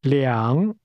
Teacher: It's a falling, rising tone.